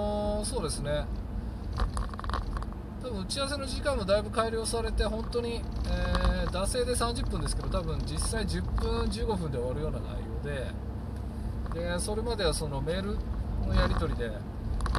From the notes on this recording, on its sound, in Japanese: 運転中。車運転しながら。雑音多いですけど。